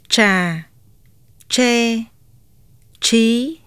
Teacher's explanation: Cha is a retroflective voice stop consonant. The tongue tip is rising and slightly curled back, while the front of the tongue blade makes contact with the alveolar ridge.